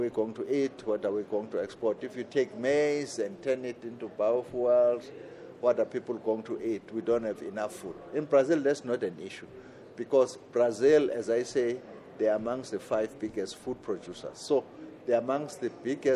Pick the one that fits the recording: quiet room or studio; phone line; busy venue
busy venue